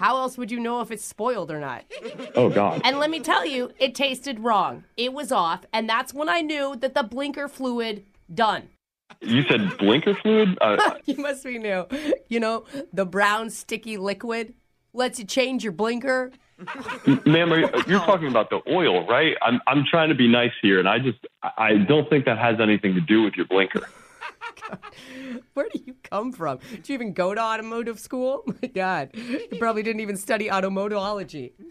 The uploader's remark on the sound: Phone Tap. Is calling an auto body shop.